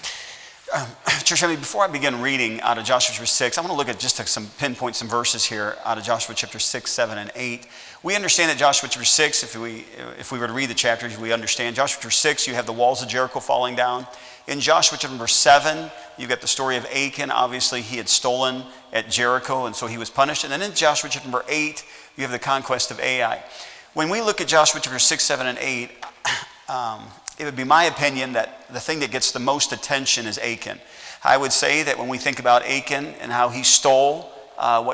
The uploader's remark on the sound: at Heritage Baptist Church, Lawrence Kansas